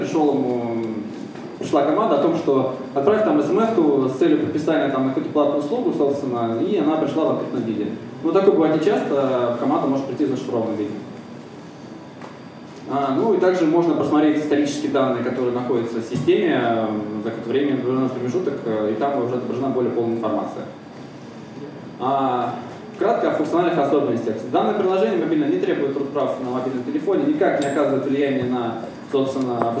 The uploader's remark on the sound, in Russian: ZeroNights 2014 и «Открытая безопасность» представляют аудиозапись докладов с конференции. День 2, Workshop 1, Defensive track.